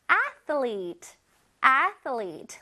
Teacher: Athlete. 맞아, TH가 있어서 혓바닥이 나왔다가 슉 들어갑니다. Athlete.